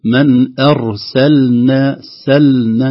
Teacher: اللام الساكنة إذا جاء بعدها نون نحذر من ضياع مخرج اللام، اللام والنون قريبان جدا في المخرج · Term: إظهار اللام